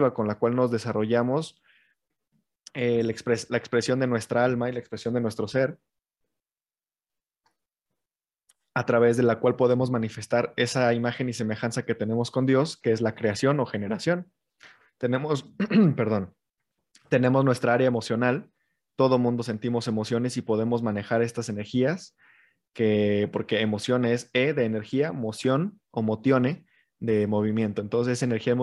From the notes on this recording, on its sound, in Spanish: Posteriormente se graba y se sube como podcast.